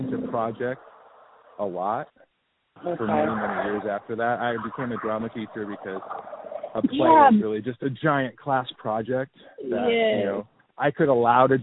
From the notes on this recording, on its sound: Walk & Talk.